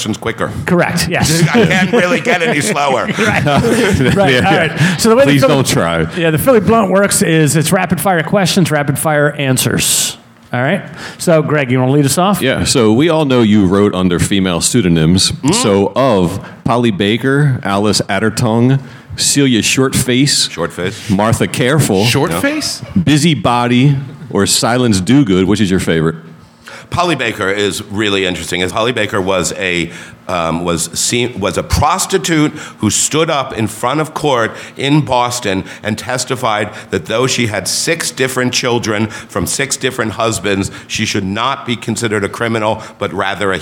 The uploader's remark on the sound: As part of the Philadelphia Podcast Festival. At the National Liberty Museum for our first-ever recording in front of a live audience.